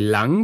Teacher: dann habe ich ja das L, also die Zunge, ganz knapp hinter den oberen Schneidezähnen liegen